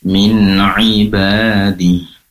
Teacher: ain berasal dari tenggorokan bagian tengah. Tadi kurang diperjelas ainnya, perlu diperjelas kembali dan dikeluarkan dari tempat keluarnya, yaitu tenggorokan bagian tengah.